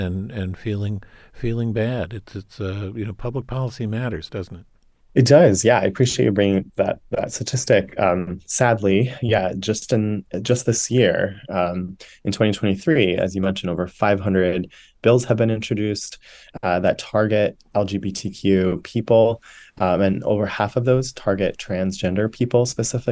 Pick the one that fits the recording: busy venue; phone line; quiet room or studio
quiet room or studio